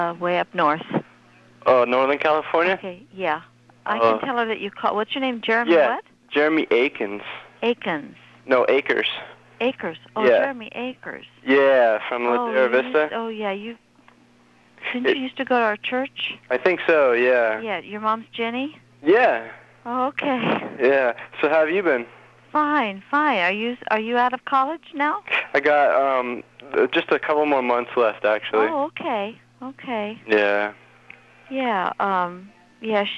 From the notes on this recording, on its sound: Prank Phone Calls